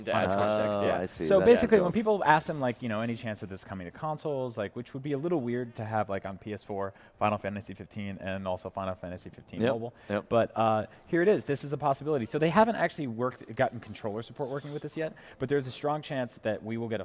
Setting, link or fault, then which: setting, busy venue